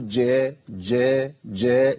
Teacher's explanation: لابد من بيان الشده في الجيم